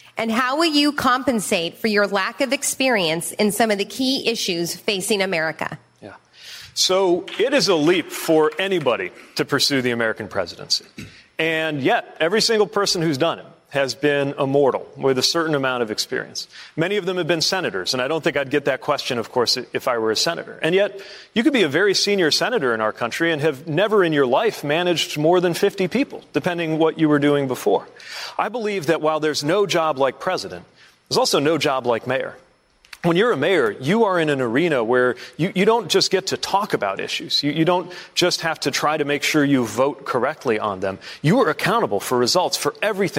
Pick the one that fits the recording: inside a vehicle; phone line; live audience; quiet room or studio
live audience